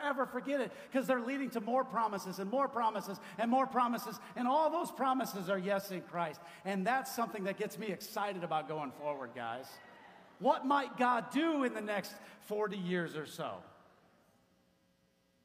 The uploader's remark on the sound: 40 years ago the Chicago Church was planted - this audio is from a special celebration that happened Sunday, January 29, 2023.